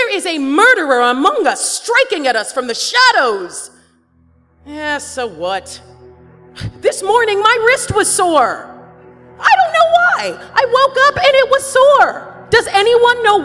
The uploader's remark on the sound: An excerpt from our new touring live show